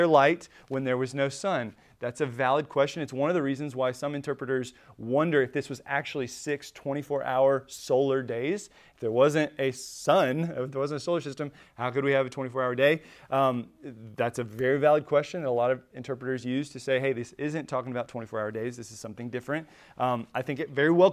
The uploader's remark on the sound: Recorded at Emmaus Church in Buford, GA on Wednesday, September 27, 2023.